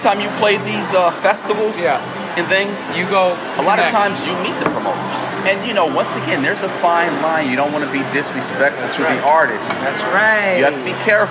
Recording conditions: background noise